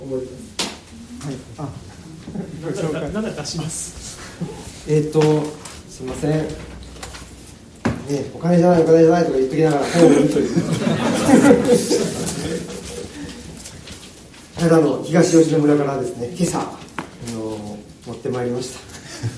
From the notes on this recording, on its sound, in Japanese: 淑徳大学地域創生学部開設を記念して行なわれたフォーラムの模様の一部をオンエア。公開収録。